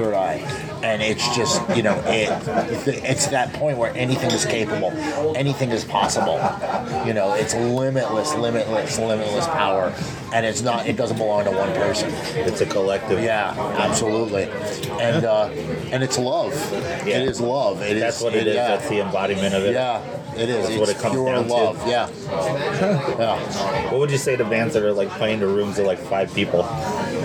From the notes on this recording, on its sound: Recorded almost entirely at THIS IS HARDCORE FEST! As is often the case with our special THIS IS HARDCORE FEST episodes, the audio on this is rough.